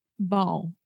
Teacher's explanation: you have sounds coming through your nose, coming through your mouth at the same time, simultaneously.